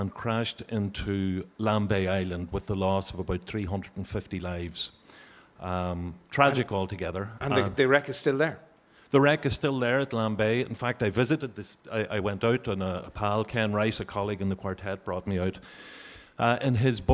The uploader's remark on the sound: TradFest 2024 - Arena Special Night Two. Live from Dublin Castle.